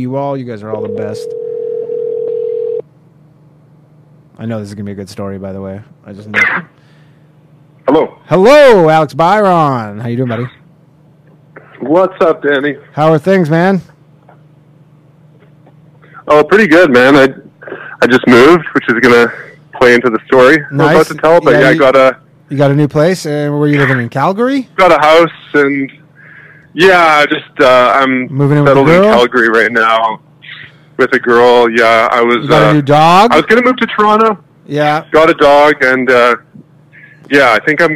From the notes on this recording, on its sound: call in show